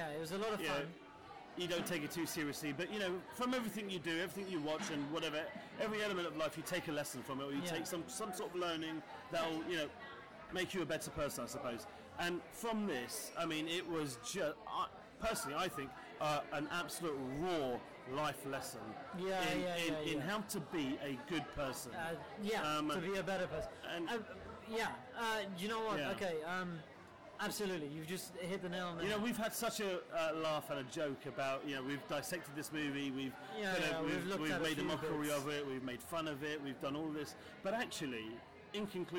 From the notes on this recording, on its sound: A special screening of The Room at the Prince Charles Cinema in London's Leicester Square. We recorded live at the event (so please excuse the noise).